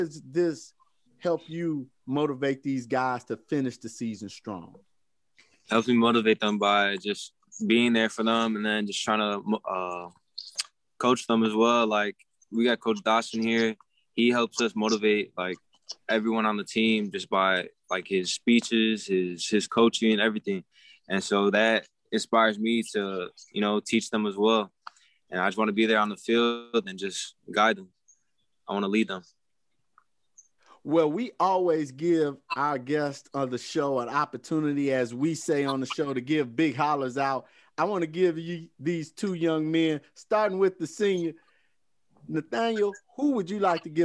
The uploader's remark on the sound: Our Version Of A Virtual Press Conference With Post-Game Interviews With Coaches And Players From Games Played This Week From Around The "Chicago Public League".